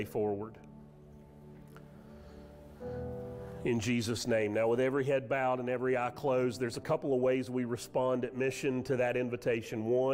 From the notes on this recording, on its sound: Sermon audio from Mission Church in Locust, NC.